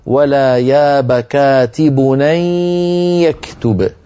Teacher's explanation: لابد من الغنة مع الياء لأنه إدغام بغنة.